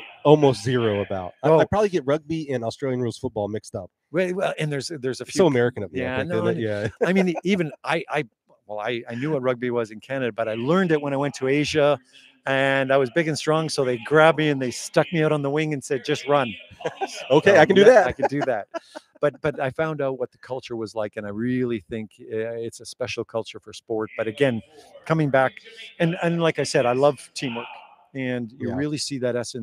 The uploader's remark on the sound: LIVE from the Prefontaine Classic 2023 (Diamond League Finals). We went LIVE at Hayward Field for the Pre Classic 2023, thanks to our friends at TrackTownUSA.